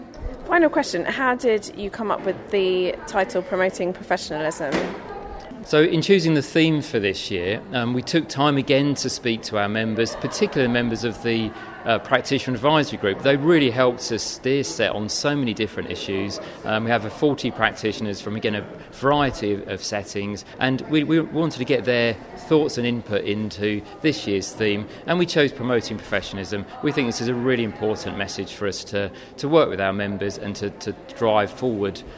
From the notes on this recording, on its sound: From the conference venue in Birmingham, as he reflects on the SET Conference 2019.